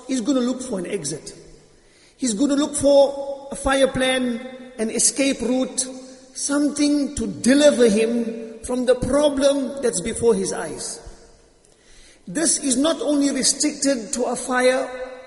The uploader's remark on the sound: Jumuah lecture at Masjid ut Taqwa